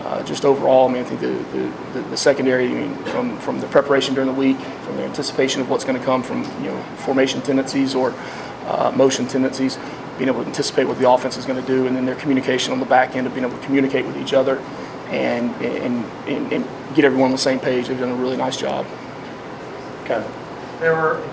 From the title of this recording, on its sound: postgame press conference